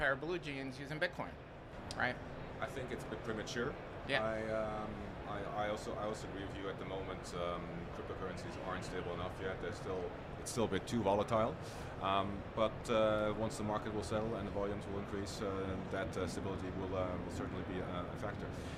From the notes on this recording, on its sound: Recorded at Money 20/20 in October 2022.